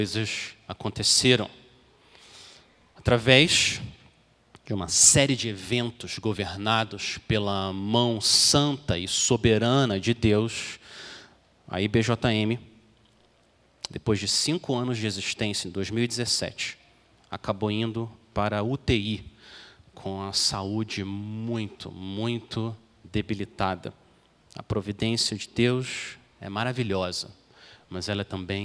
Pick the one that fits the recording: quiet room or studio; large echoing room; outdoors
large echoing room